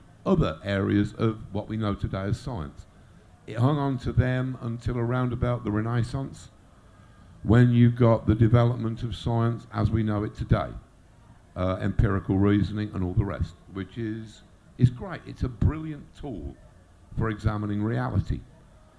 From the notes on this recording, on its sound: Made a rare appearance at the Odditorium tent in Brighton in May 2016.